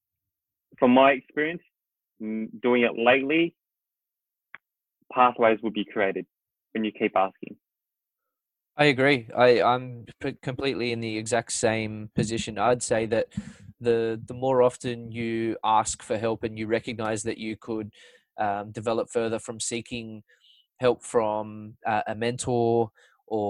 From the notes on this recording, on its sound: Apologies for the occasions where I to repeat myself due to a doggy internet connection during this COVID-19 isolation period. It was my first podcast done via Zoom.